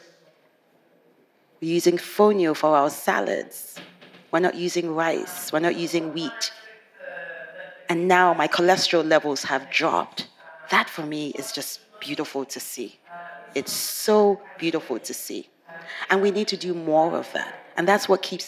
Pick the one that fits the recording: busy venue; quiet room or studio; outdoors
busy venue